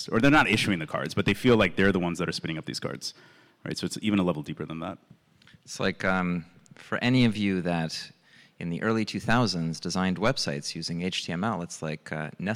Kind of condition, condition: setting, busy venue